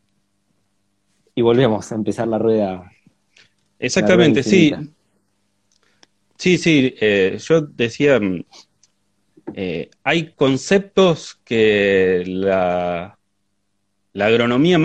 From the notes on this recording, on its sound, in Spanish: Audio de la charla en vivo que tuvimos por Instagram